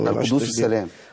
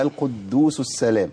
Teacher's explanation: يعني عندي انا دال مشدده وسين مشدده فبين تشديد · Shown in: second take · تمام ان شاء الله عليك، لان اللي بيخفف التشديد ده معناه انه بيسقط حرف من القران.